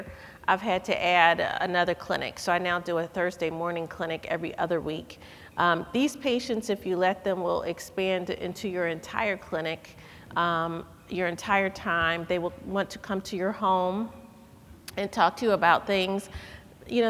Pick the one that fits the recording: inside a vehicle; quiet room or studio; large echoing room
large echoing room